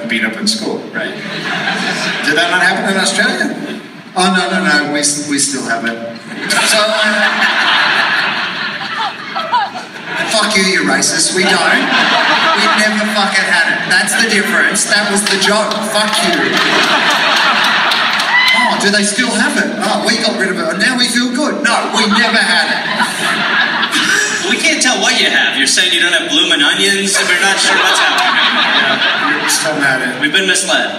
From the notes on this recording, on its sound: Live in SLC. Live in Salt Lake City.